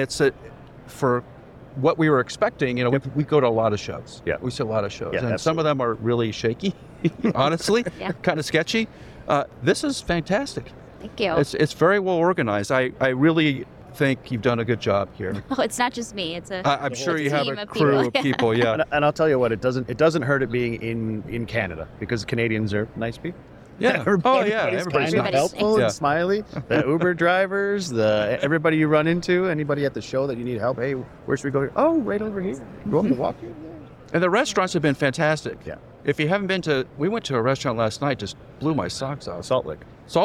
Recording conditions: busy venue